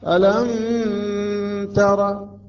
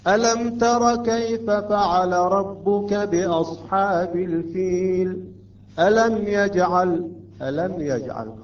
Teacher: إظهار بدون غنة وبدون حركتين · Shown in: second take